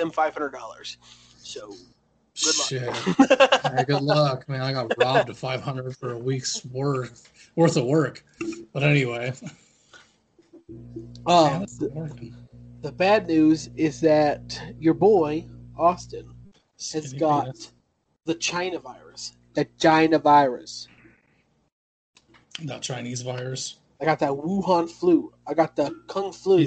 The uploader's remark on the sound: Socialism distance over Skype.